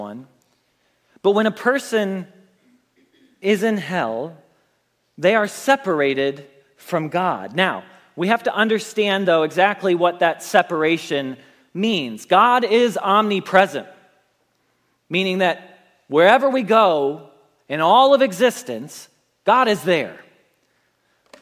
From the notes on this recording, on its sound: Message Preached at Valley Creek Church.